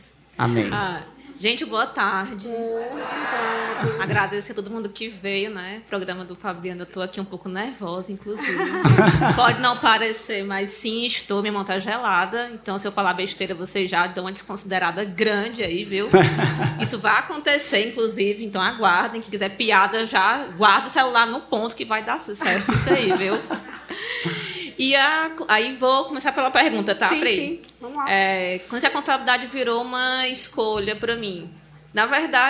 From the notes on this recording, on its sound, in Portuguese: Especial Edição Arena. Com um público incrível!